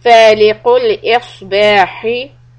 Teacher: Make the sod clear and the ha from the middle part of the throat.